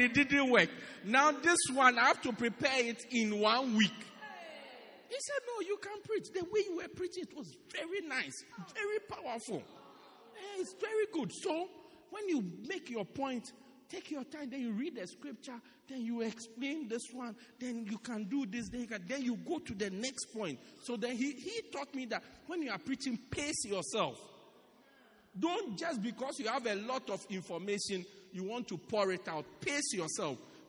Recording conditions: large echoing room